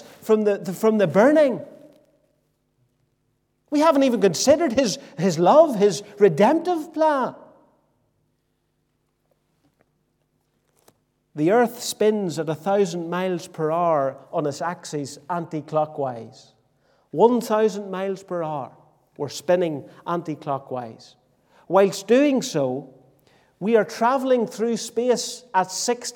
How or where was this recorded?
large echoing room